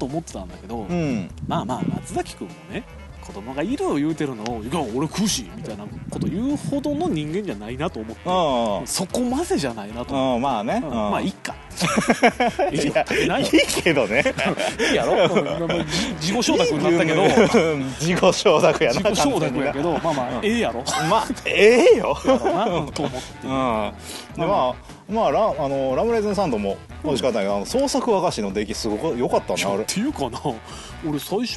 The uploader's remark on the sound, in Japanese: だるまストーブを囲んでの野外ロケという、全く意味のない収録スタイルを取った今回。